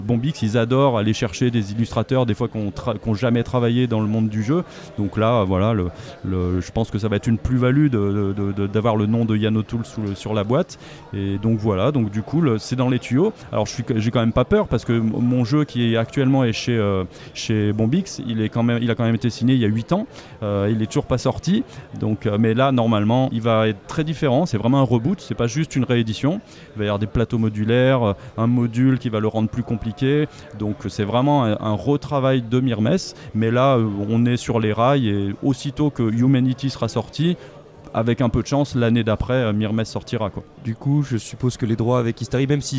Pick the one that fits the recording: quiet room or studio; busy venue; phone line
busy venue